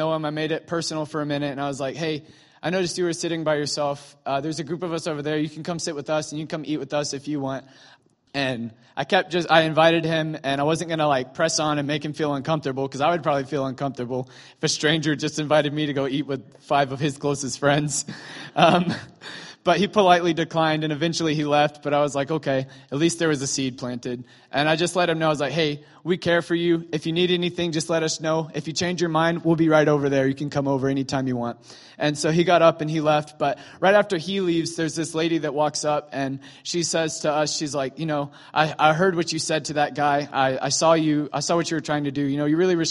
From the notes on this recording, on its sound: During morning services at Celebration Life Family Church.